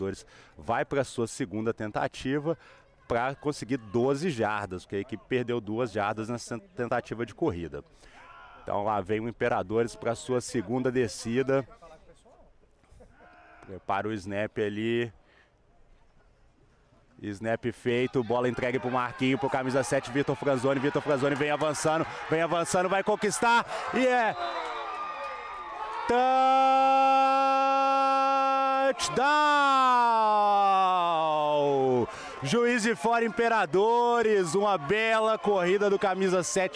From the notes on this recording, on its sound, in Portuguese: Este episódio foi gravado em um jogo de futebol americano